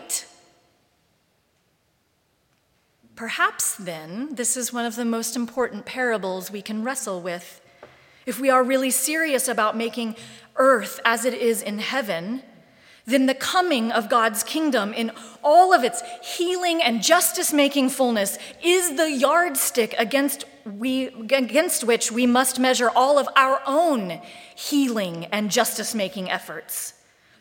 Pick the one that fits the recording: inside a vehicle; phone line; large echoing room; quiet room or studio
large echoing room